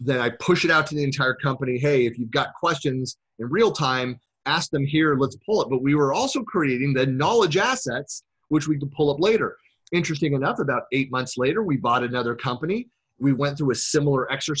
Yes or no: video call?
yes